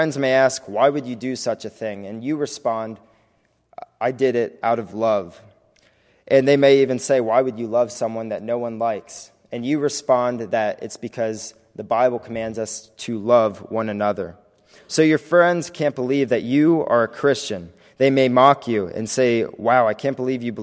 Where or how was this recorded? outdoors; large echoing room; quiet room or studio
large echoing room